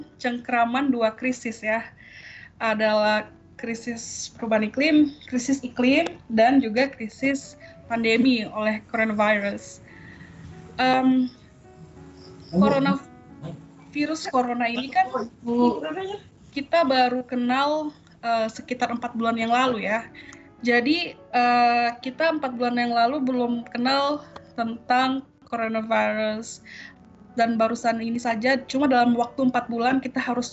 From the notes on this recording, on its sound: Kami pun mengadakan Webinar via Skype dengan judul Aksi Iklim di Tengah Pandemi. Webinar ini berhasil menggait kurang lebih 56 partisipan yang aktif dalam diskusi.